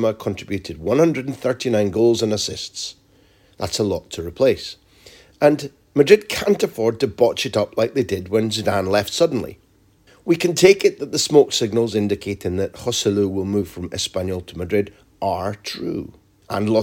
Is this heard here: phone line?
no